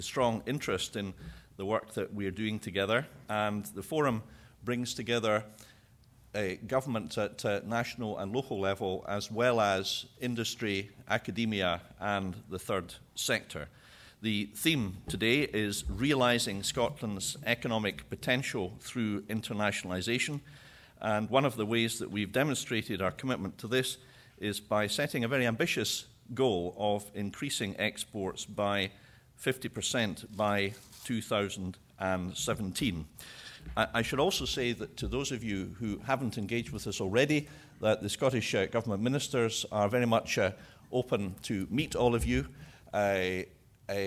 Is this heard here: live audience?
yes